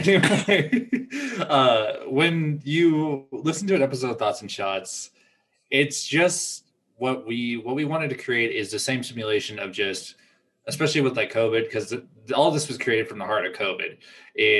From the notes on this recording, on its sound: Apologies for the technical issues causing a slight audio issue